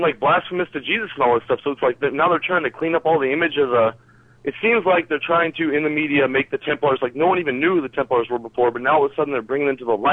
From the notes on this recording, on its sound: take a few phone calls from some of our new listeners